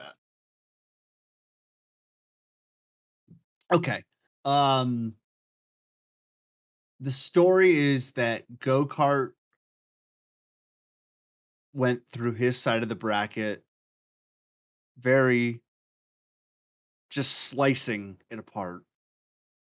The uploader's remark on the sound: Half the audio went missing, we barely edited.